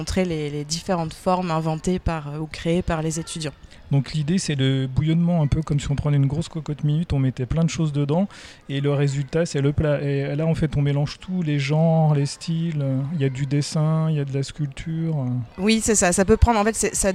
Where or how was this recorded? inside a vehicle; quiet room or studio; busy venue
busy venue